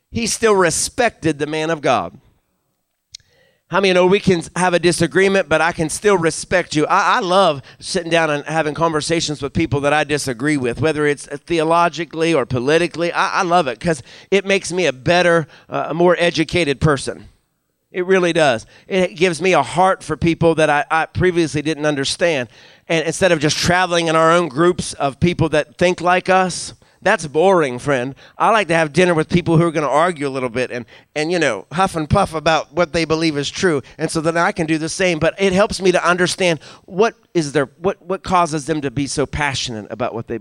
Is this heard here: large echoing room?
yes